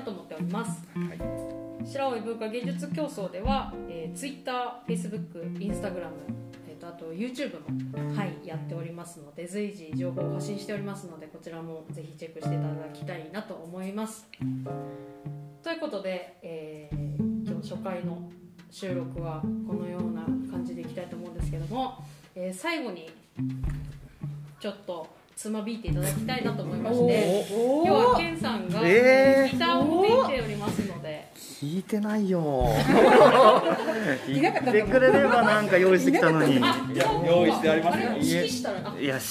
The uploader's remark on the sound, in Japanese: 初めては公開収録！公開収録スタイルで、4名のパーソナリティの自己紹介と企画発表をしました。